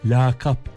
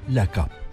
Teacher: Genellikle yanlış biçimde ilk a uzatılarak lakap diye söyleniyor · Shown in: first take · Siz de öyle söylüyorsanız kulağınızda bulunsun, doğrusu lakap.